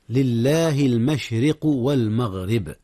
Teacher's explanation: ترقيق الراء المشرق، لأن الراء مكسورة، وكذلك المغرب، فالراء إذا وقعت مكسورة رققت